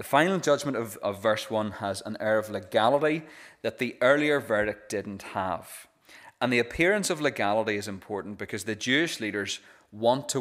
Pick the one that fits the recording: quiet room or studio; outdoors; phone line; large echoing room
large echoing room